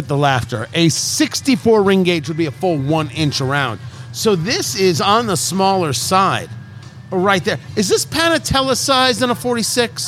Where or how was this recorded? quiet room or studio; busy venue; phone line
busy venue